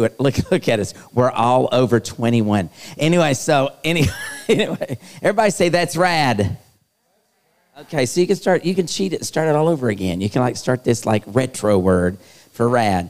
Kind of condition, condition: setting, live audience